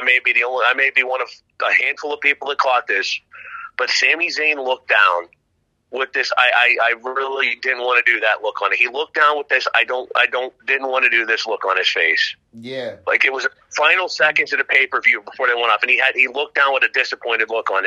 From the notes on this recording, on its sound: Sorry for the Audio. Call was long distance.